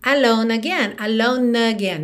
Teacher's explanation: Já juntando, porque alone, embora termine na letra E, a letra E não é pronunciada, então o último som pronunciado dessa palavra é uma consoante, letra N, naturalmente já liga na próxima vogal, a letra A de again